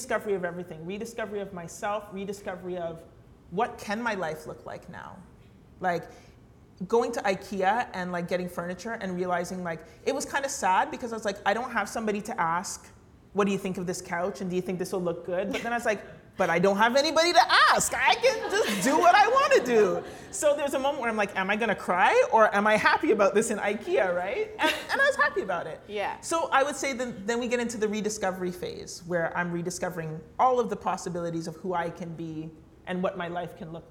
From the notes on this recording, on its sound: Recorded on December 14th at Reid’s Distillery